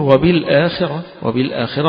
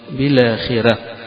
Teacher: والراء مفخمة عند الجمهور، لكن عند الأزرق عن ورش حيقرأها مرققة